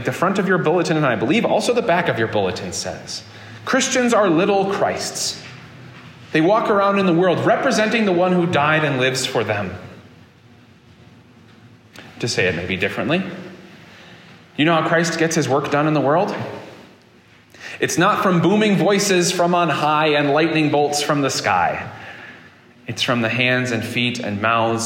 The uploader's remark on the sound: This sermon was preached at Prince of PEace Lutheran Church in Fairport, New York on August 20, 2023.